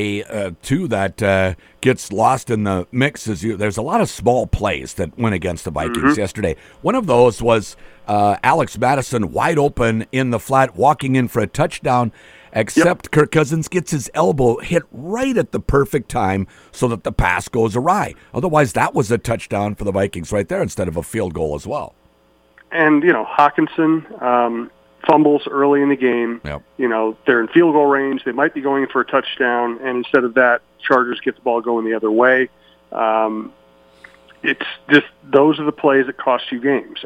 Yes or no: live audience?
no